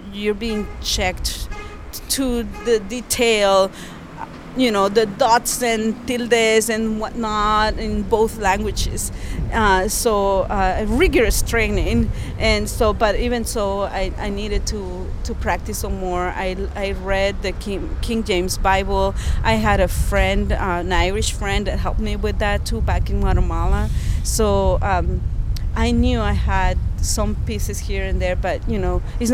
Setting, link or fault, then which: setting, outdoors